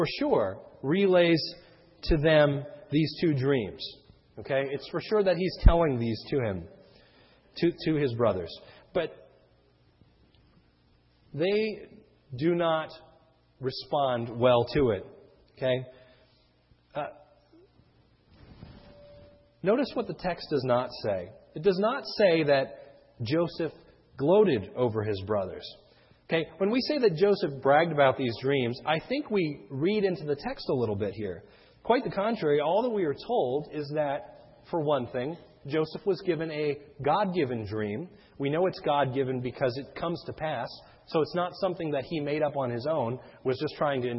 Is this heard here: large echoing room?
yes